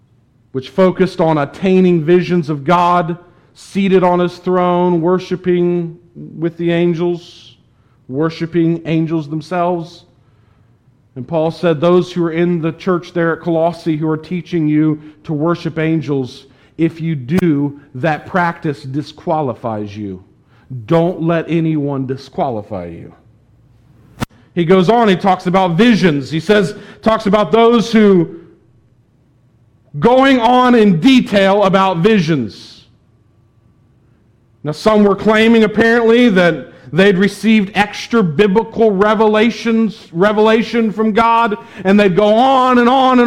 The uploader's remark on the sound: was preached at the Tarrant Bible Methodist Church